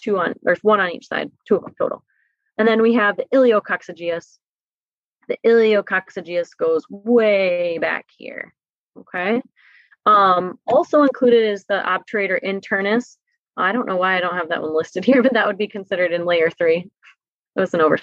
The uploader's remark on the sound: This is the audio recording from a free virtual seminar we hosted with guest speaker.